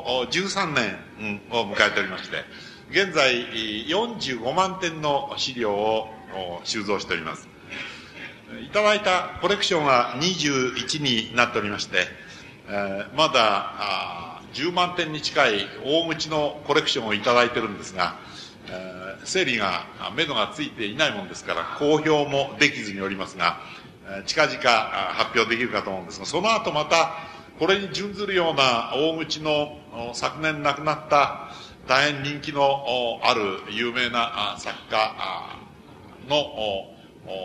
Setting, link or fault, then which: setting, large echoing room